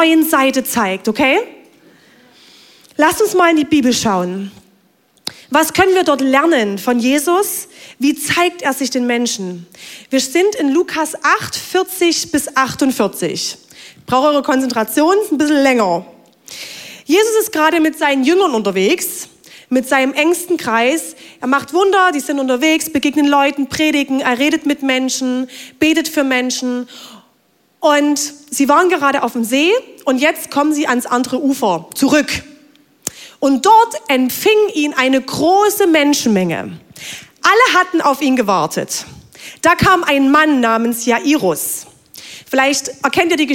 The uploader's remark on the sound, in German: Audiomitschnitt der Predigt vom 23.